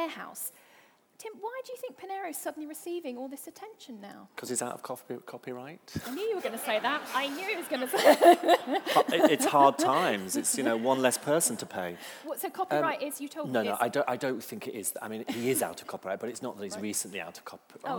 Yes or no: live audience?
yes